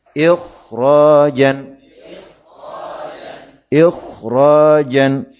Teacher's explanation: lidah pangkal bagian pangkalnya diangkat · Term: Tafkhim